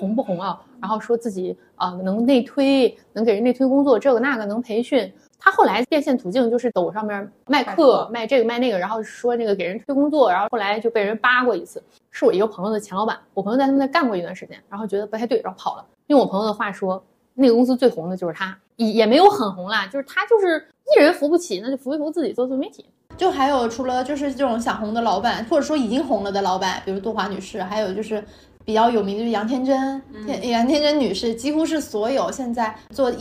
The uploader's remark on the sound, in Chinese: 本期录音环境较为嘈杂，请大家多多多多谅解